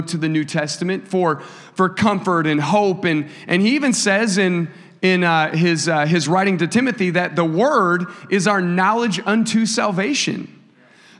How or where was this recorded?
large echoing room